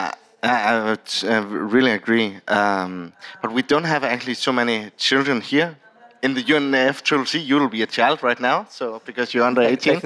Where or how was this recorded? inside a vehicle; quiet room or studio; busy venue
busy venue